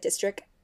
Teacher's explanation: So instead of saying like District 13 or like Midtown, Asian Americans are more likely to say like district, like without like the T at the end